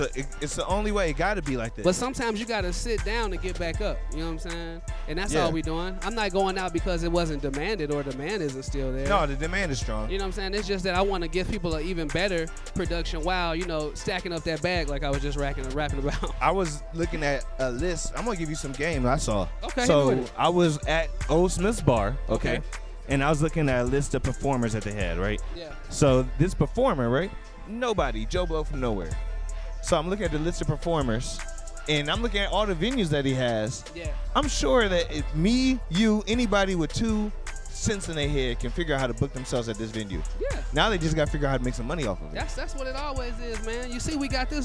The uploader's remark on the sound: Live From Sweet Auburn Avenue Cypher.